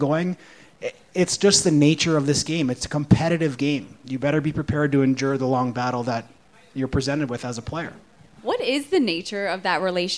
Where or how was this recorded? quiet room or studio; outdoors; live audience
live audience